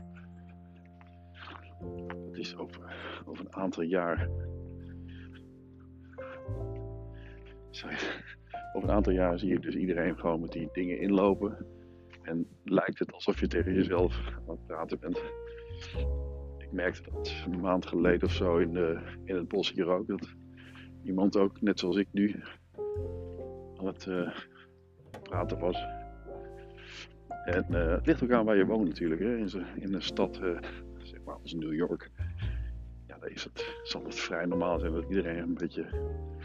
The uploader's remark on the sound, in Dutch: Met iPhone AirPodcastend door het bos. IPhone, airpods en Anchor.